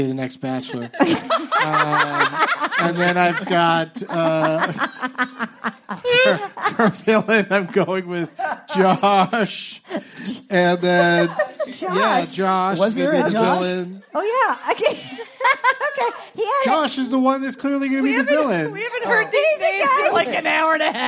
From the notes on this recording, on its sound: LIVE AT DYNASTY TYPEWRITER BACHELORETTE DRAFT PICKS 2021! Our hybrid live/ livestream Bachelorette 2021 Draft Picks.